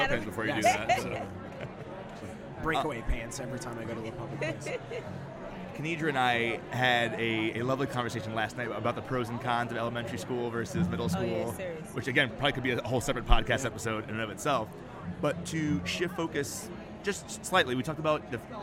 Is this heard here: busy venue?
yes